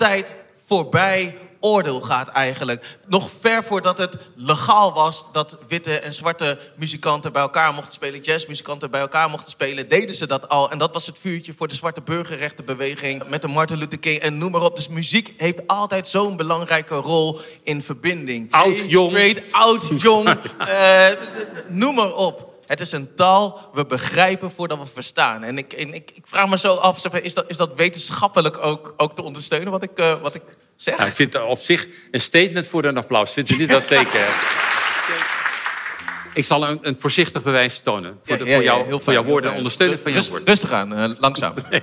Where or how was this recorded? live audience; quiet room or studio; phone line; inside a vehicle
live audience